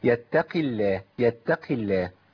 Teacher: القاف مكسوره اثرت على اللام لفظ الجلاله بايه؟ بالترقيق